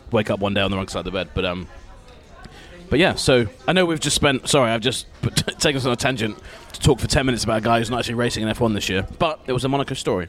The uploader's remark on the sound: Live in Monaco. An in-person episode in Monaco, that was recorded to the background of pizza and beer.